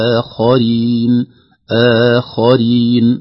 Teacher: آخرين، ليس في الهمز تفخيم أبدا، لا سيما جاء بعدها خاء فلابد أن نخلص الهمزة بترقيقها مع مدها من الخاء المفخمة